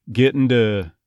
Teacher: notice the word to, more of a D sound at the beginning